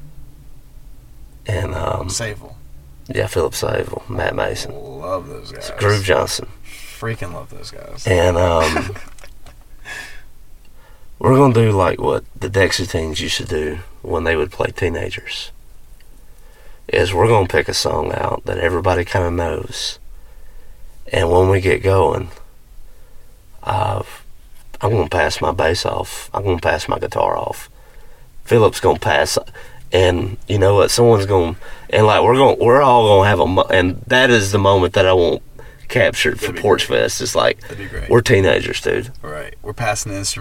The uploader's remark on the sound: This episode was recorded in a car in the parking lot of Munson & Brothers.